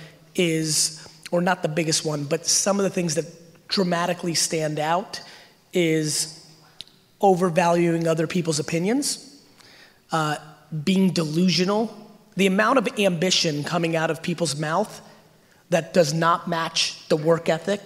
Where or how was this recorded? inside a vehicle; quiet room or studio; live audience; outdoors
live audience